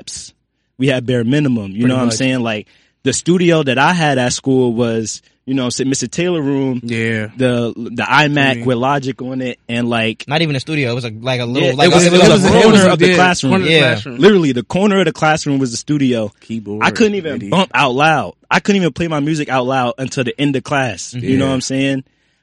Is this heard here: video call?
no